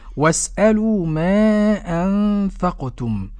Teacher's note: أنفقتم إخفاء حقيقي مع قلقلة القاف والقلقلة جهة الفتح والميم الساكنة إظهار شفوي.